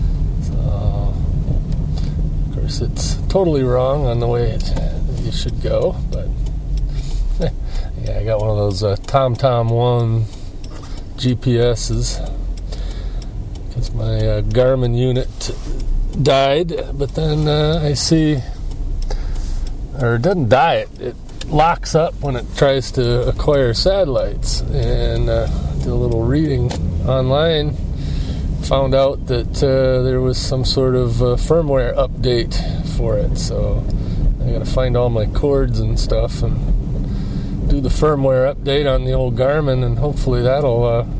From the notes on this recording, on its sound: I try out my new Sony ICD-UX70 Recorder while driving around Traverse City in my car.